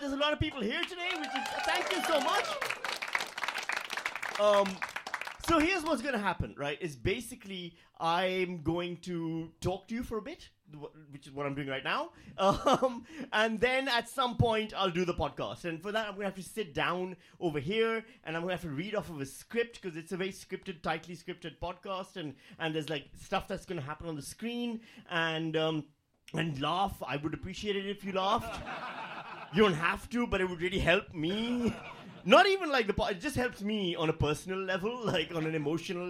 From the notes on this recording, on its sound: THE 100TH EPISODE LIVE SHOW!